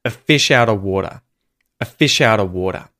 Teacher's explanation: Of loses the V sound, the F in the spelling, and just becomes another schwa, a fish out of water. And the T in water becomes a T flap as well.